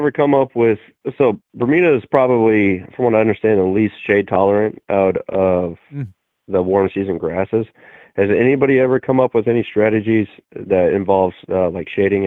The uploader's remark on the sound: We wrap 2021 by taking your calls live on the air.